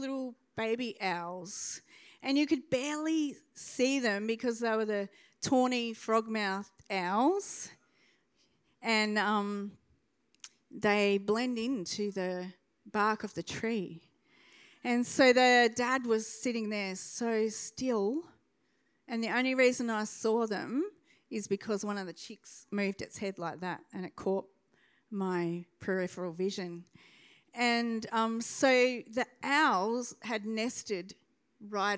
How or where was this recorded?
large echoing room